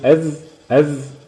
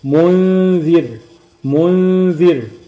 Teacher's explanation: طيب حرف الذال، الذال بقى حرف مرقق بيخرج من طرف اللسان